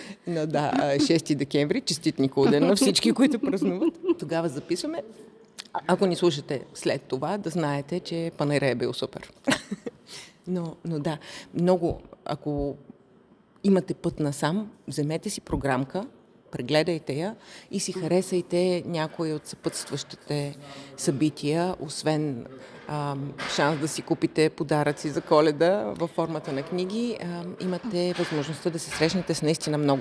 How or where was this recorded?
busy venue